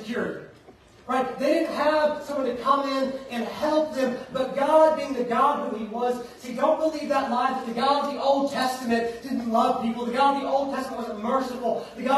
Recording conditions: large echoing room